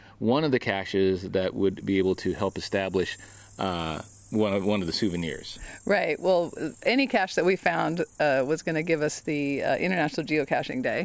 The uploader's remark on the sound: We’ll celebrate International Geocaching Day with some audio from out in the field.